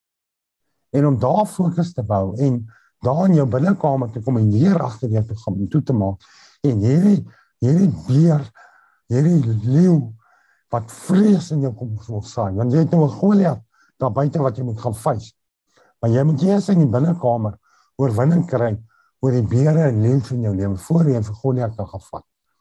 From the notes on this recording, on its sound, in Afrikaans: Zoom Byeenkoms 7 April 2022. Manne van die Woord Zoom Byeenkoms.